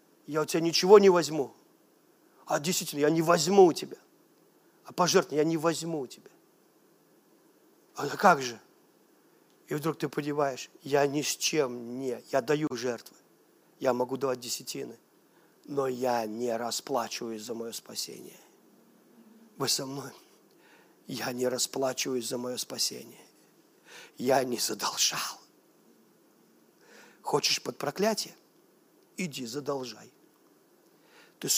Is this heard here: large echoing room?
yes